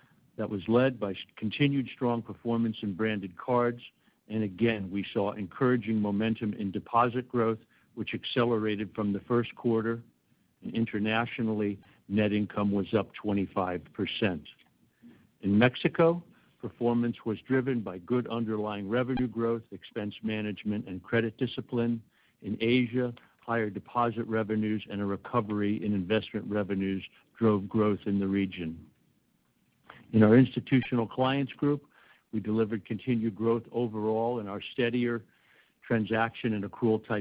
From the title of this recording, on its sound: Earnings Call